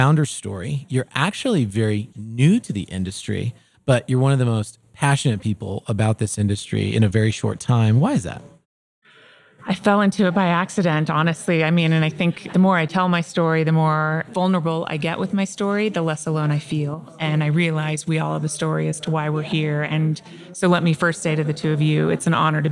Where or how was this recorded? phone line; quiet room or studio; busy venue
busy venue